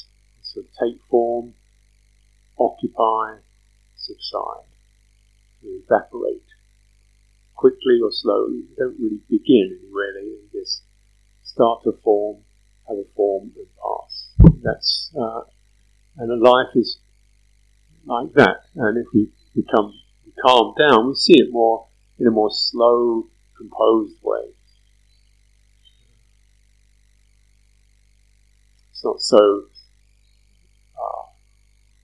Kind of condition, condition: fault, poor sound quality